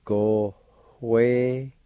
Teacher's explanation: right between the O and W, there's a faint H sound